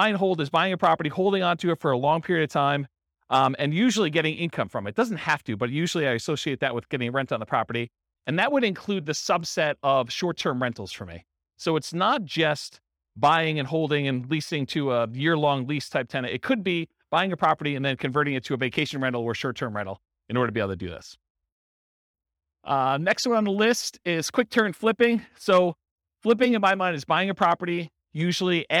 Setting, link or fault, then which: setting, live audience